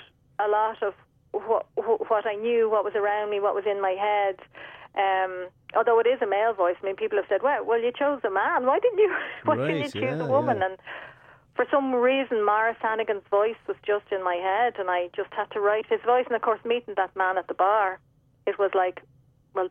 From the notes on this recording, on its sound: Is on his own in studio but joined by a few guests via phone. Calls from Ireland. Rings in from NY.